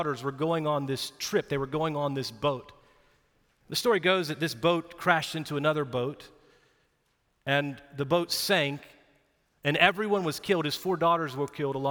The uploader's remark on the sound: Recorded live at Brookwood Church on 4.23.2023